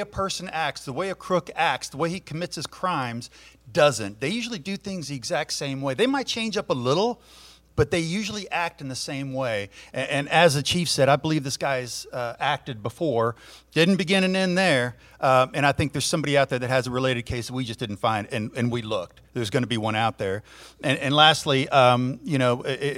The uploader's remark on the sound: A broadcast in front of a live audience in Houston at the Fraternal Order of Police Hall.